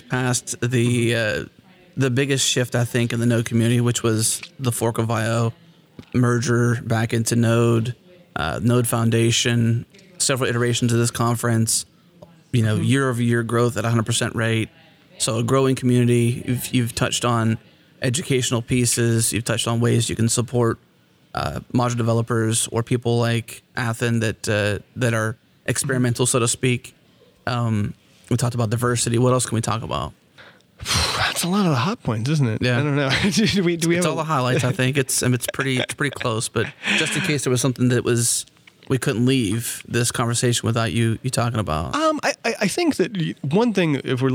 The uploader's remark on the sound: recorded at Node Interactive 2016